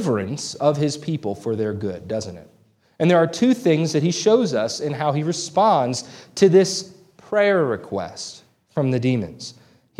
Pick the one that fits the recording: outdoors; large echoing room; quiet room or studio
large echoing room